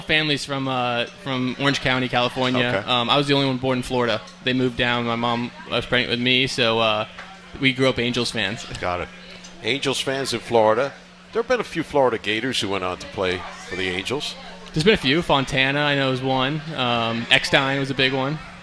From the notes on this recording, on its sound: Live from Duffy's Sports Bar & Grill. Nats Spring Training Live!